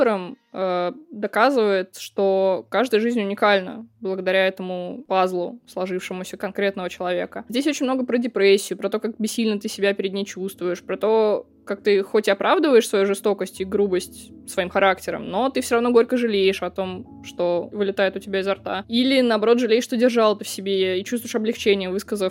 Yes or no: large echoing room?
no